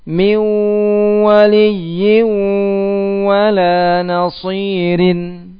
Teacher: Ditebalkan sodnya dengan diberikan sifat sofirnya, desisnya.